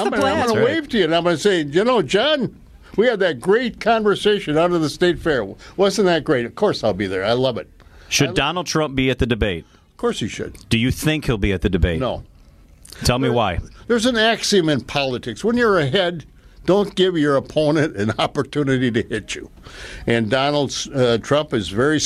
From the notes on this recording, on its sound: LIVE at the Wisconsin State Fair